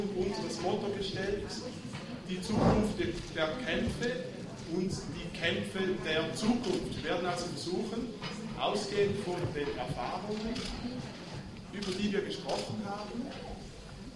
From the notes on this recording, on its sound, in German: Der Gegengipfel von attac Schweiz zum Weltwirtschaftsforum fand am 29.und 30.01.2010 an der Uni Basel statt. Der Beitrag ist im wesentlichen ein Live Mitschnitt der Abschluss-Konferenz.